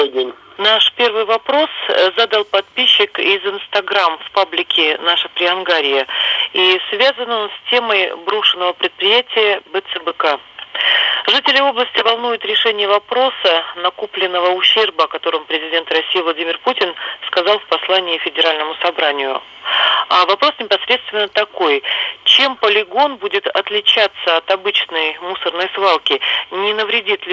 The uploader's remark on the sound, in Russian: Беседует с ним по телефону. Ведущая Иркутского радиоканала.